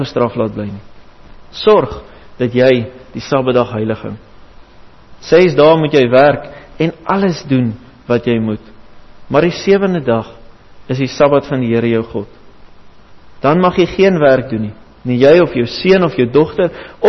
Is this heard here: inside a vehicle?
no